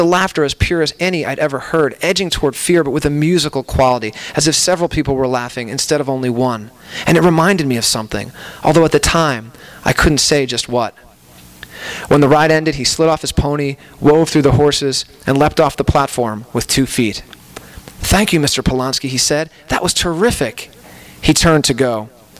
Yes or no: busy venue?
yes